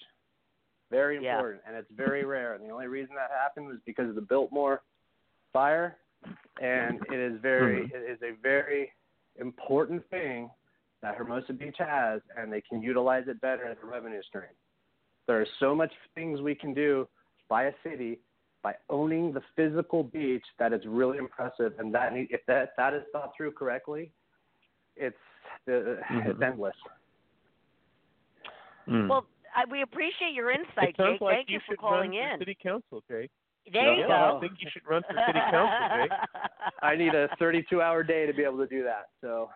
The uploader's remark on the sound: This morning on The South Bay Show: South Bay Spotlight, we're opening up the phone lines.